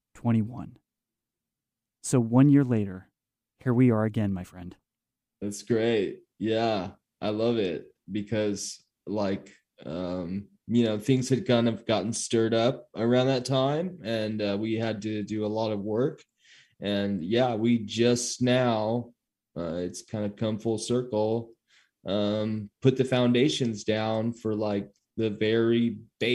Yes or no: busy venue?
no